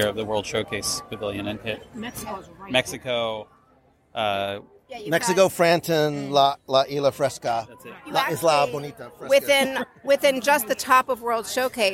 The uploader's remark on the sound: Walk and share with us as we wander and taste our way LIVE through the entire 2020 Epcot International Flower and Garden Festival. We explore each of the locations throughout Future World and World Showcase.